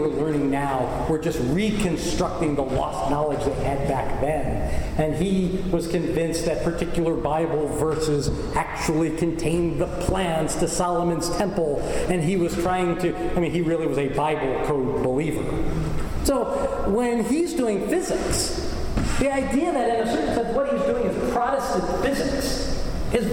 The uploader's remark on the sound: Recording of a lecture. As part of the Graduate Institute Summer Lecture Series.